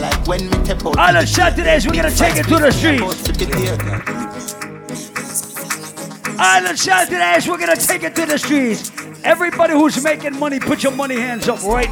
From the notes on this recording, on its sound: Live audio recording of my set at Island Saturdays on Nov 13, 2021.